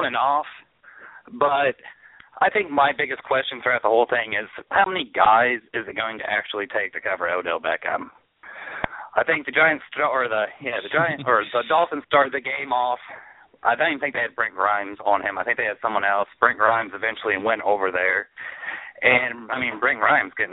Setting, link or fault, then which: link, phone line